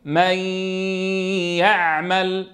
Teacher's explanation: لأن الياء لا غنة فيها أصلا. إذن الغنة هي غنة المدغم، يعني غنة النون، يعني هذه الغنة التي تظهر حال الإدغام